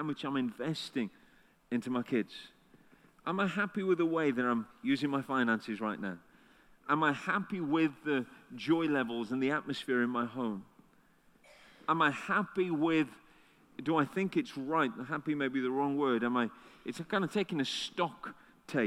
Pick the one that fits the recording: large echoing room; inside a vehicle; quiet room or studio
large echoing room